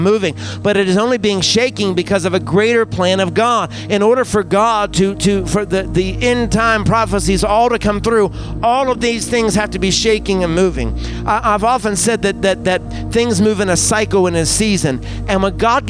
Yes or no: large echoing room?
yes